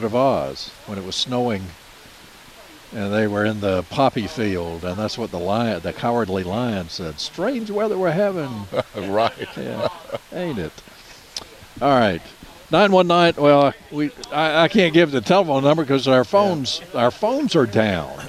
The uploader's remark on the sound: Broadcasting live from Campbell Road Nursery.